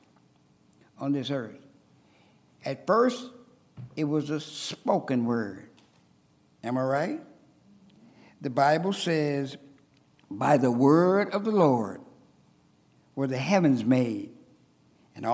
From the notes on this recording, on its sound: recorded on August 26, 2023, at Ringgold Seventh-day Adventist Church.